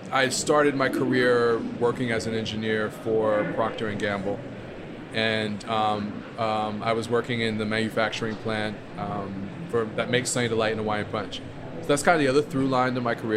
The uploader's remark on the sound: On this episode of Spill & Dish, which was recorded at the Winter Fancy Food Show.